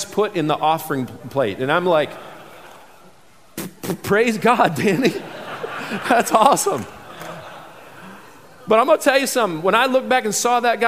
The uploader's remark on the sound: this selection from the 2019 MOVE conference